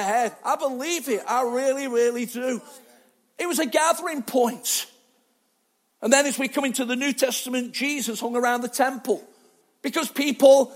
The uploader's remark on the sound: Arena Church Ilkeston